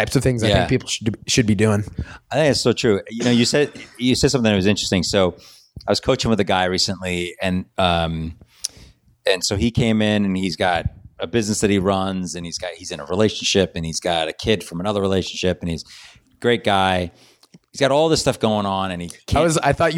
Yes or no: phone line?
no